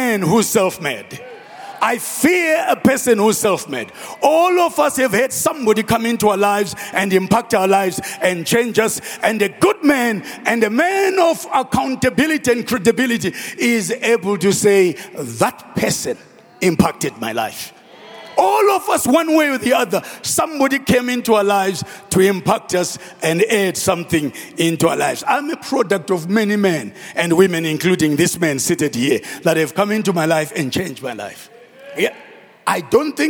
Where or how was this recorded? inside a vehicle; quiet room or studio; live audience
live audience